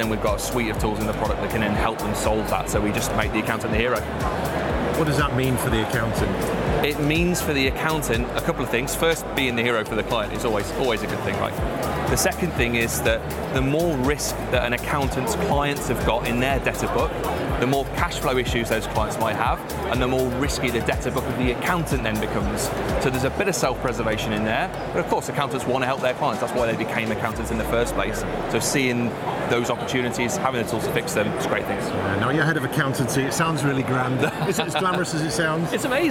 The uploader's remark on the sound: Live from Europe's Biggest Event 'Accountex'. A series of live interviews from Accountex 2022 in London recently. AIBN were the official broadcast partners of the event which featured the great and the good in the world of accounting and the many software/fintech vendors to the profession. Enjoy the live buzz of the event!